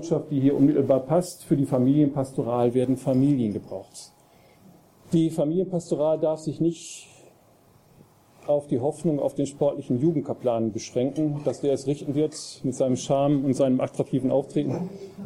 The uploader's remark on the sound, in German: Vortragsmitschnitten vom diesjährigen Kongress "Freude am Glauben" und vom "Forum Altötting"